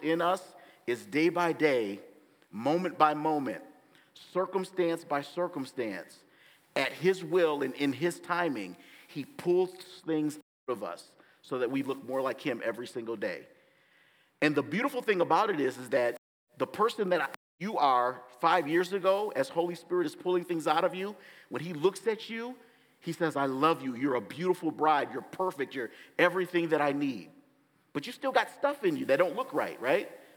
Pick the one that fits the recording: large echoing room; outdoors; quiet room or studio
large echoing room